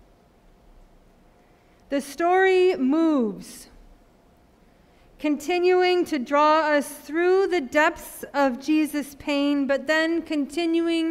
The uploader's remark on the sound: Sermon preached at RCHP